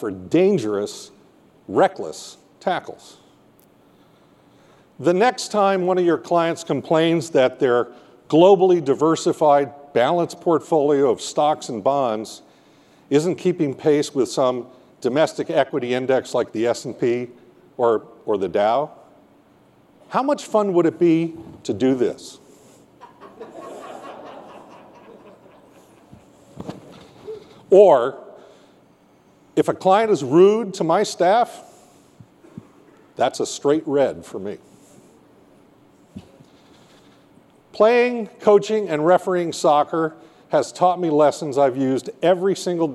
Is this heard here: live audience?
yes